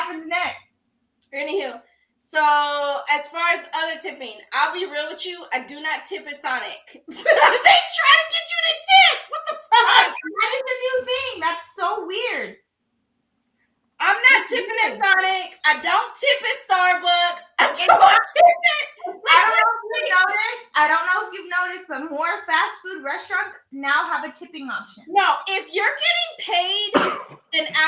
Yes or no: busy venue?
no